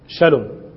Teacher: هم يشينون السين، يجعلون السين إيش؟ شينا